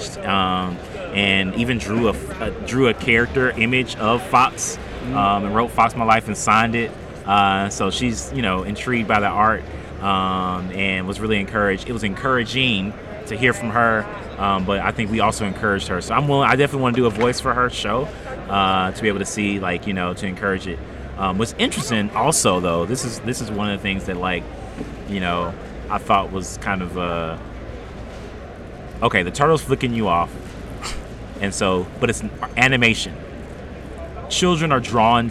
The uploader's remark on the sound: LIVE at Las Vegas Comic Con. Listen as we debrief the event while we were still at the convention.